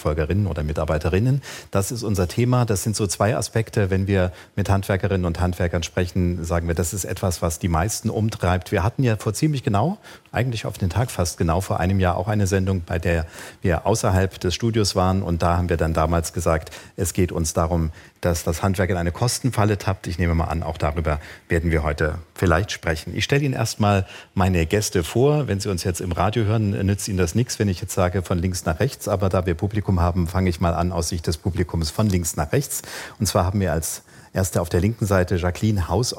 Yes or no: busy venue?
yes